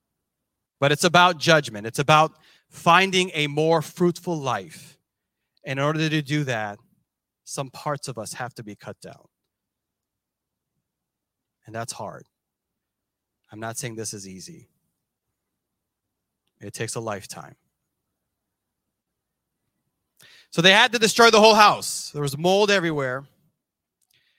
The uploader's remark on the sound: This sermon was recorded live on September 18th, 2022 at Newark United Pentecostal Church